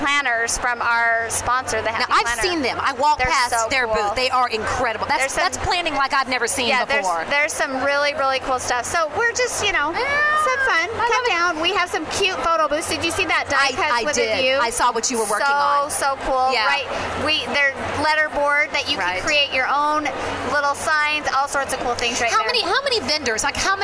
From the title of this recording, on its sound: LIVE! from The Pinners Conference in Atlanta!